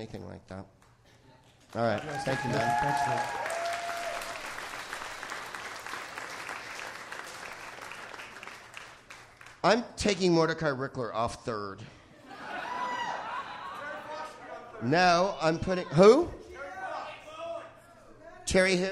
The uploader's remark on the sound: Live from Vancouver's "FanClub